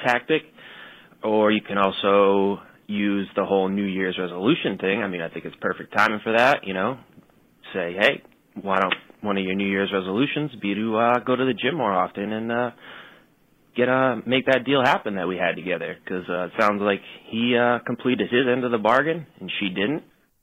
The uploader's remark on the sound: Best Call in Question yet came in from the hotline.